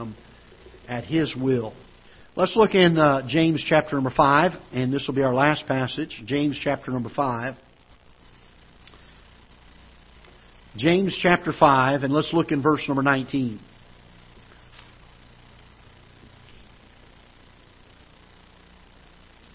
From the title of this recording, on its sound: Ketha Heights Baptist Church ~ Live Broadcast